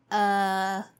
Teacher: In the first part, the pronunciation of the vowel U here is uh, uh, okay, uh, it's a very relaxed sound, so only the jaws drops and your lips are relaxed